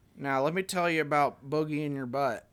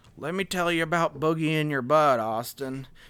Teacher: You gotta have that long, drawn-out, almost kind of vocal fry. It's like a vocal fry Southern accent. · Shown in: second take